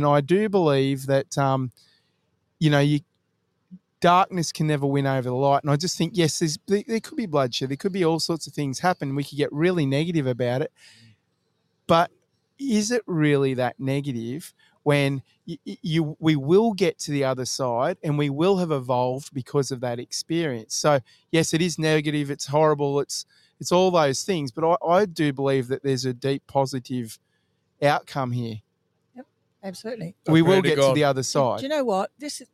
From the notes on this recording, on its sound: Live from Memorial Park in Bunbury WA.